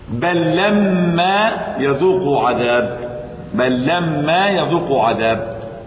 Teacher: إذا وقعت اللام بعدها أضغمت، أضغمت للتماثل